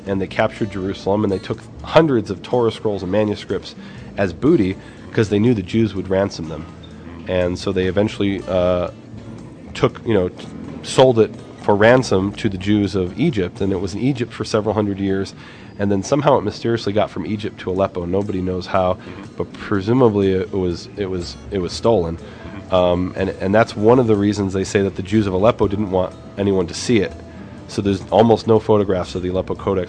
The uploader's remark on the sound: Live from the Shrine of the Book